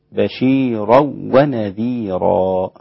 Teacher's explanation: ولم يدغم بغنة الإمام خلف بل أدغم بدون غنة، فيصير النطق عند خلف بشيرا ونذيرا هكذا.